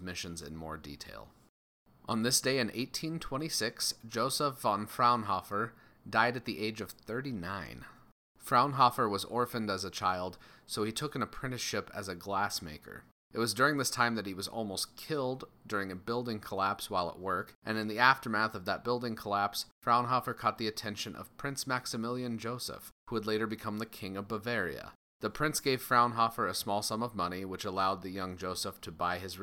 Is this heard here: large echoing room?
no